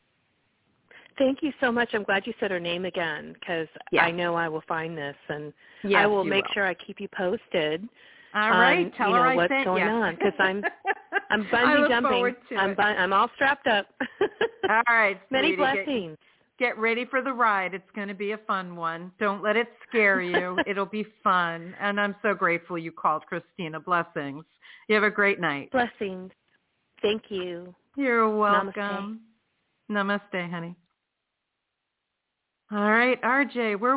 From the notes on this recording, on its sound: in response to callers' questions